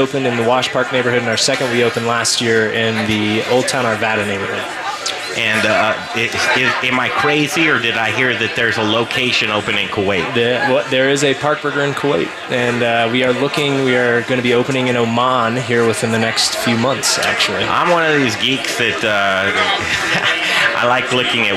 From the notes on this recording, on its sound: Live from Bruz Beers one year anniversary party! Live music, Park Burger, and much more!